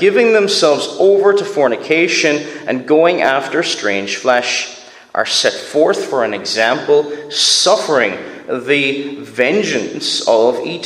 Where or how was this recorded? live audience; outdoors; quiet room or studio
live audience